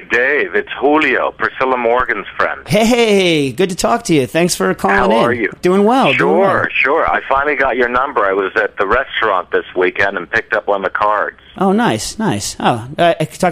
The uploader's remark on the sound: via the telephone as they field calls from friends and strangers alike